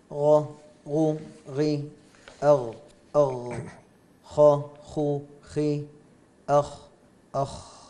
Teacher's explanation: أدنى الحلق وهو أقربهم مما يلي الفم، ويخرج منه الغين والخاء المعجمة